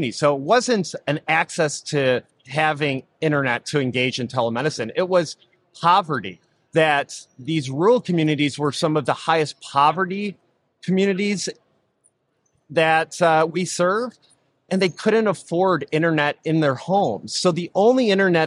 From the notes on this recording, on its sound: This episode recorded live at the 8th Annual Becker's HIT + DH + RCM Conference in Chicago.